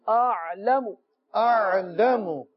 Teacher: عَيْن کو جو ہے حمزہ کے ساتھ ملا کر پڑھیں گے، عَلَمُ پڑھیں گے تو غلط ہو جائے گا، حمزہ عَيْن زبر آ تو آ کی ادائیگی أَعْلَمُ أعلم.